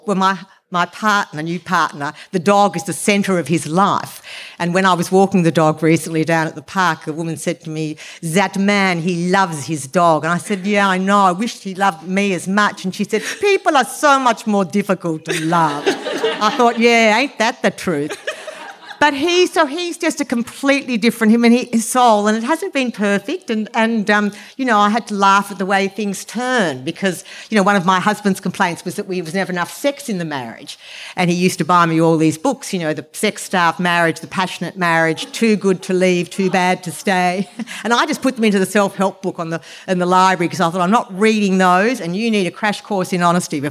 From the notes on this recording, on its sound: Presented in partnership with Montalto. The event was recorded on Friday 16 June 2023 at Montalto.